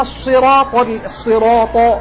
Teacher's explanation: ضممت الشفتين في الصاد وهي مكسورة، هذا إشمام. هو مستعمل في بعض القراءات، يقول مثلا قيل قيل، هذه قراءة، قيل تضم شفتيك، وإذا قيل لهم لا تفسدوا، وإذا قيل، هذه قراءة، قراءة الكسائي مثلا وابن عامر، هذه القراءة.